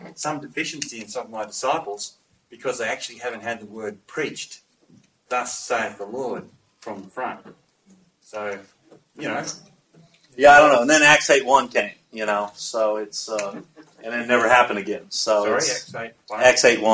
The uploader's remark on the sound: At a Community of Practice held in Sydney. Apologies for the audio quality.